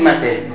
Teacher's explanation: هي ألف تتلفظها كألف لكن تميل بها قليلا نحو الياء، لذلك تسمى إمالة